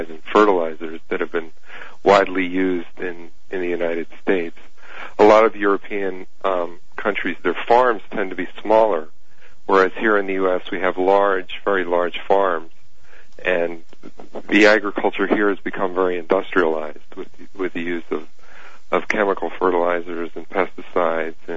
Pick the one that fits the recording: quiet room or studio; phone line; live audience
phone line